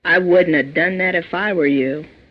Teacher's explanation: Would not have becomes wouldna.